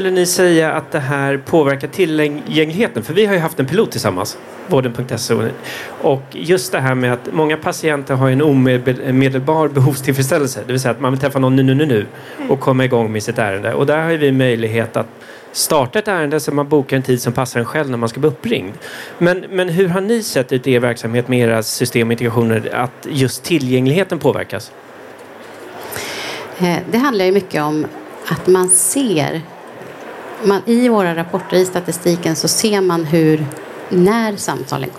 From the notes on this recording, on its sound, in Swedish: Live-samtal direkt från E-hälsa + MTVe mässan.